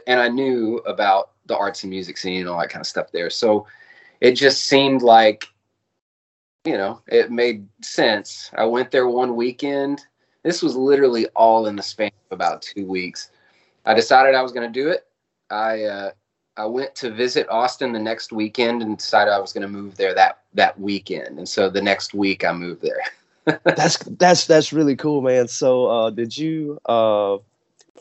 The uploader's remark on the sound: Skype called out to the Dallas/Fort Worth area